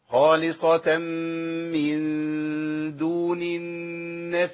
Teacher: خالصة من دون عند غنتين ورا بعض. خالصة من عند غنة إدغام التنوين في الميم وعندي إخفاء النون في الدال